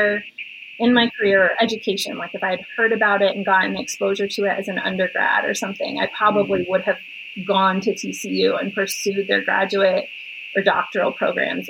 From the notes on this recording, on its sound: I deeply apologize for the compromised sound issues